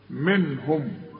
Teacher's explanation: احد منهم، النون اللي بعدها هي النون الساكنة، شوف منهم، ما تغنش النون، هتقول منهم واظهر الهاء كده، وادي الميم لازم تظهرها.